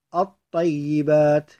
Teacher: لاحظ الطيبات لا تلفظ اللام · Term: الإدغام الشمسي